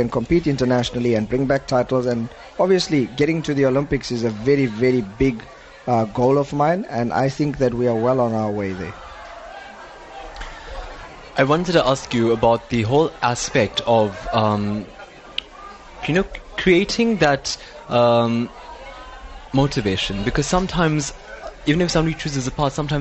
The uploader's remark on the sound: NewsbreaK Talk LIVE from the SA Karate 2017 Nationals.